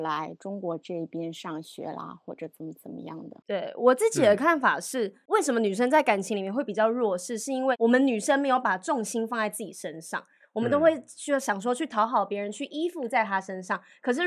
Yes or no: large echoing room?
no